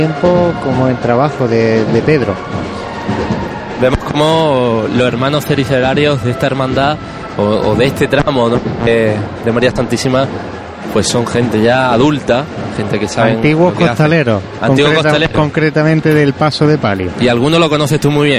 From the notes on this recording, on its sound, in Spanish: Sonidos del paso de Jesús Preso a su paso por la calle Chinchilla.